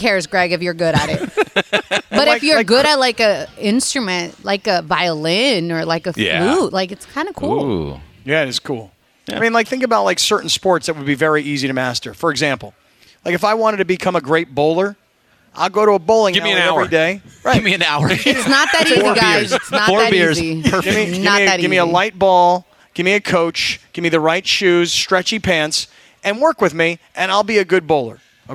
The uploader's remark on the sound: Live from Hollywood Park Casino!